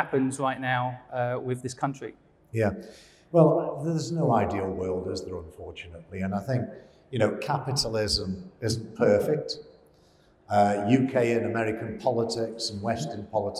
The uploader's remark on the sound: LIVE on stage at Ideas Fest 2022.